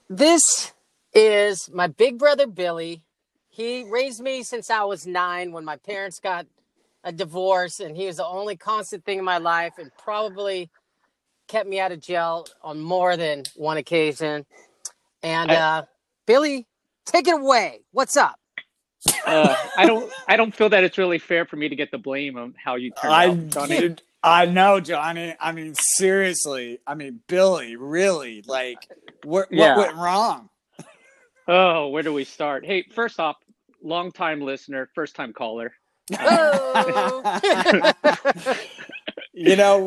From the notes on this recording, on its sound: This time their audio is better because they’re using headsets. Had a great idea to record in his car. They had to re-record the first segment four times because people kept interrupting him while recording.